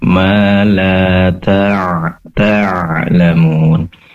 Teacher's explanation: Pastikan di sini ain berasal dari tenggorokan bagian tengah.